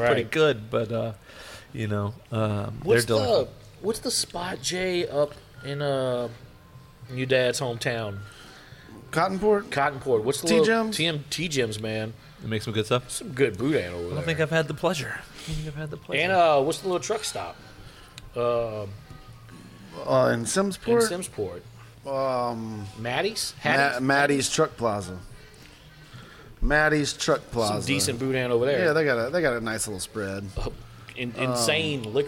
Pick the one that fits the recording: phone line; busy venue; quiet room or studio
busy venue